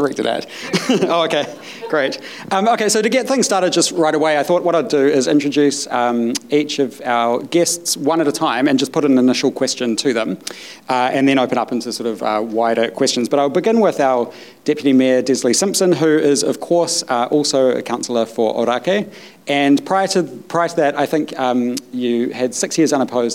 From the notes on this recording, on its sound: A live panel discussion at the Factory Theatre on Monday 3rd April 2023. The Onehunga Business Association invited local leaders in business to a live panel discussion at the Factory Theatre.